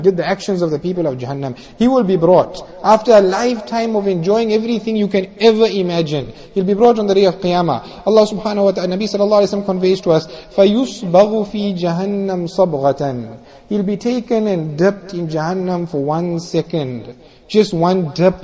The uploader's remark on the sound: Jumuah Lecture